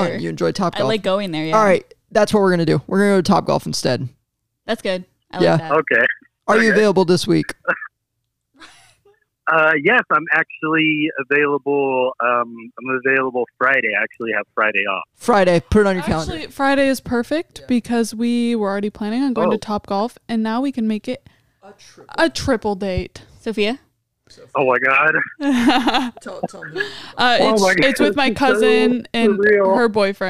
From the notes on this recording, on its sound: Todays Episode featured our first ever call in guest